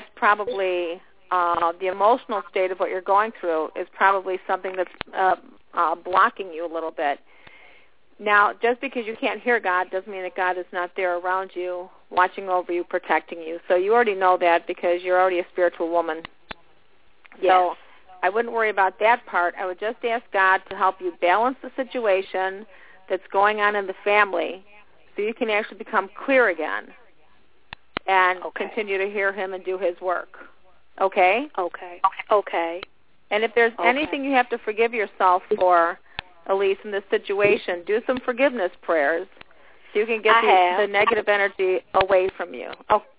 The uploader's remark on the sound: This is a live call in show